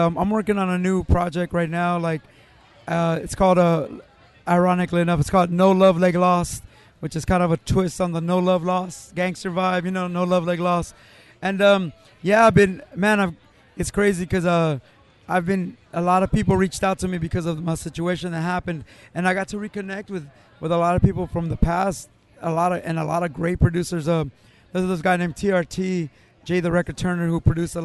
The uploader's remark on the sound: at the Long Beach Music Tastes Good Festival